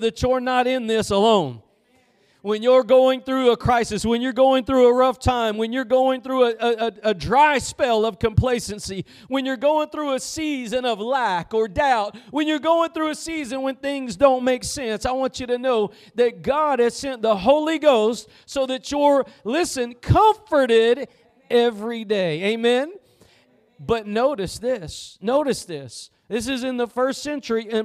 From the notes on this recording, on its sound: Preached at Gospel Lighthouse in Bossier City, La.